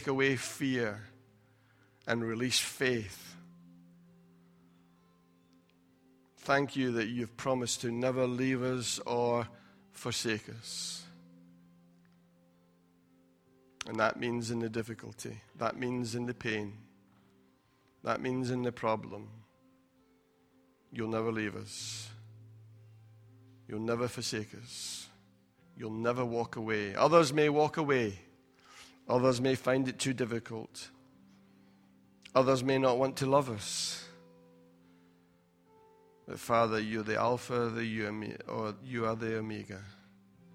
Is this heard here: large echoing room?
yes